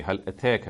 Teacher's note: the فَتْح is turned towards the kasra · Term: إِمَالَ